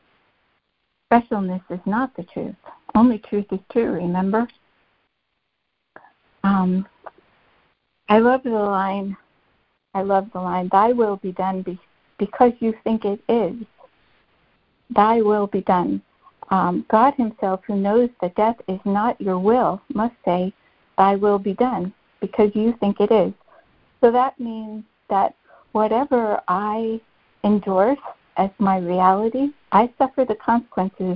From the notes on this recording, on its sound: ACIM Daily Conference Call.